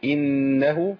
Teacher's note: النون عندي مشددة، نقف عليها شوية. إنه حركتين.